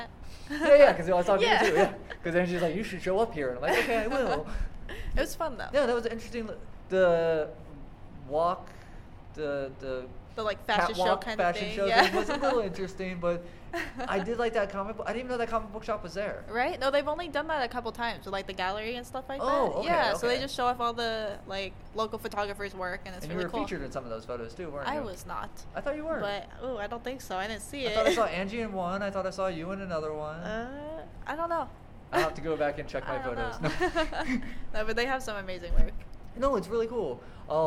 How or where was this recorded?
busy venue